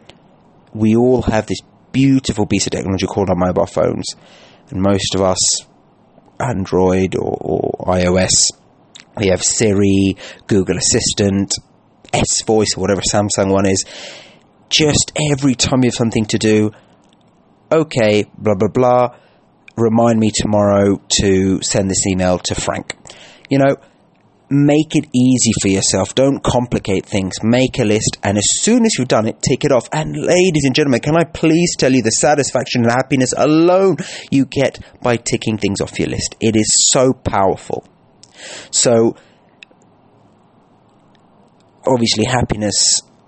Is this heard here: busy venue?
no